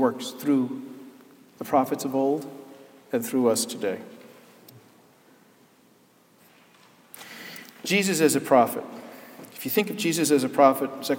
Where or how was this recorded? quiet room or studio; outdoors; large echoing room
large echoing room